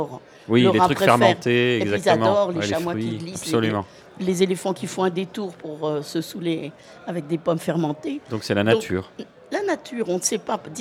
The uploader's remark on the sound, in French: En direct du festival BU